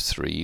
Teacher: in the case of three we have a voiceless dental fricative